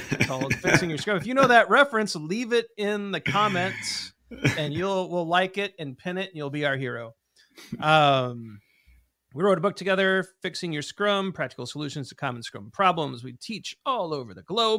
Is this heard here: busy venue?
no